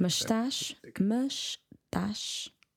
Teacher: I would even go as far as dropping the ES from the estás.